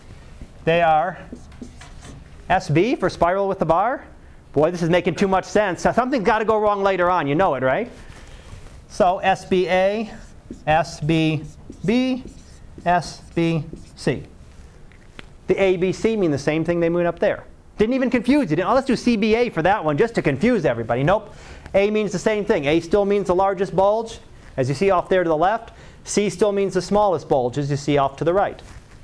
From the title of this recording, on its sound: Live Class Lecture